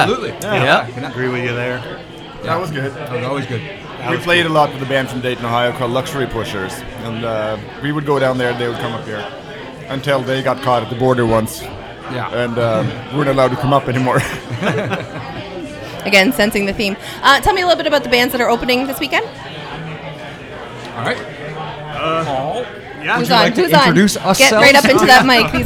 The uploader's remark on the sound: Broadcast live from the Jane Bond in Uptown Waterloo.